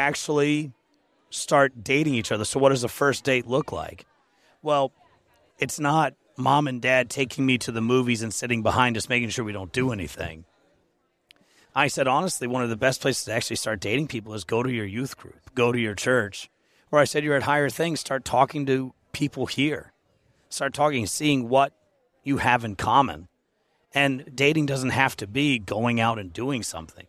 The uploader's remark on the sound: at the Higher Things conference in Carbondale, IL